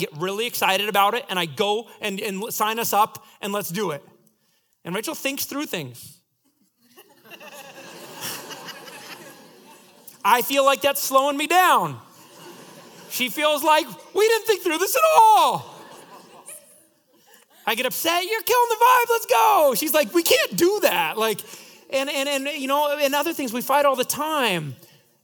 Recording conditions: live audience